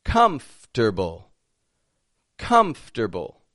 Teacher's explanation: spelled as a four syllable word, but we only pronounce three of them and we rearrange some of the letters.